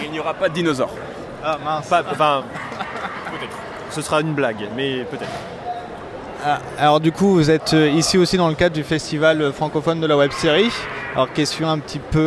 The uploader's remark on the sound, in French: Voici les interviews réalisées lors du Festival Francophone de la web série , qui a eu lieu lors du TGS 2016 à Toulouse. Voici les interviews réalisées lors du Festival Francophone de la web série , qui a eu lieu lors du TGS 2016 à Toulouse.